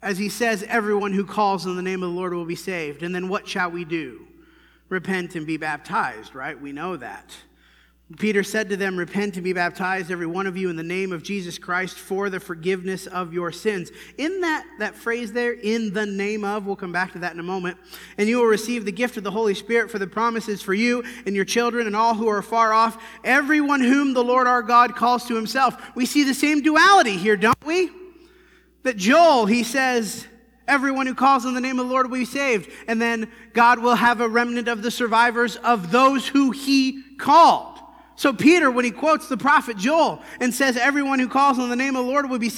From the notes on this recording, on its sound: This sermon was preached at the Dewey Church of Christ on November 10, 2019.